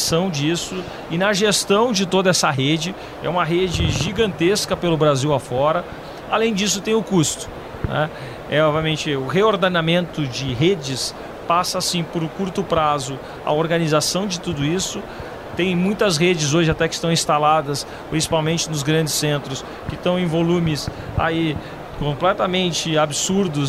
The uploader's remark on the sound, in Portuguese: Em entrevista gravada no Futurecom.